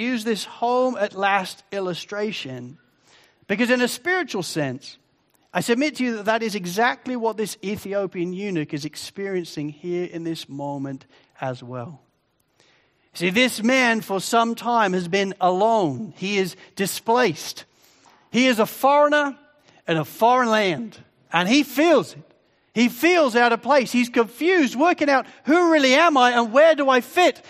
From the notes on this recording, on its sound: Sermon recording from Sunday 4 Jun 2023